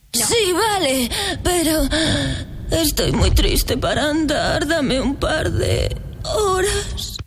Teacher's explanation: La veu sona com cansada, aquí realment el personatge està tirat a terra, en plan, no em puc aixecar. I apareix un efecte a la veu que no es fa amb les cordes vocals, es fa amb el que anomenem cordes falses. Per sobre de les cordes vocals hi ha uns reflexos musculars que estan allà interferint en el so.